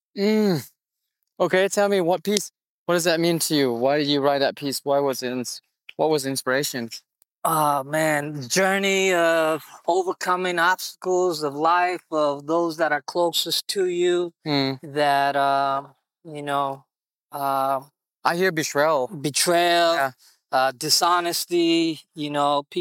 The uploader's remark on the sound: Recorded this podcast right after martial class sitting on an old couch we found, overlooking the Malibu CoastLine.